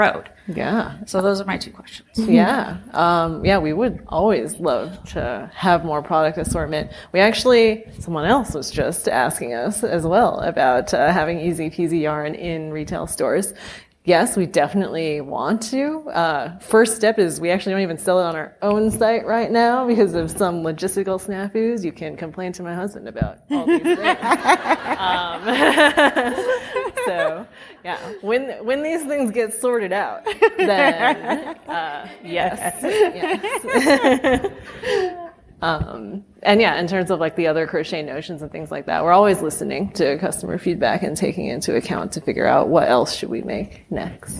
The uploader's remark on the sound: Live at h+h americas. A recording of our Day 3 keynote at h+h americas 2023, a fireside chat.